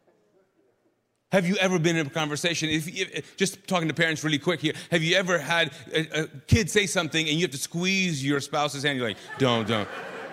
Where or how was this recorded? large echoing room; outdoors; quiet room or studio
large echoing room